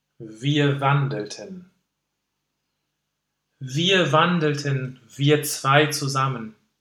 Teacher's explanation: And this is a sound that really, we have to enjoy this because it's already in the title, in the first line, Wir wandelten. And to make clear this alliteration, it's a really long-sounded consonant. And voiced, super-voiced. · Term: phonetic V